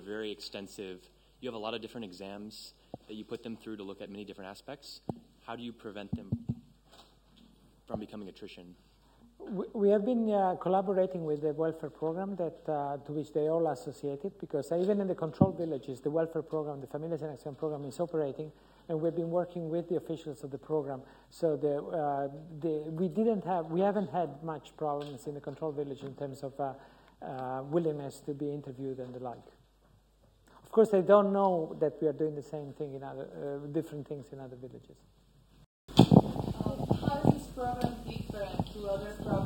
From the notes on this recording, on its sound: UCL Lunch Hour Lecture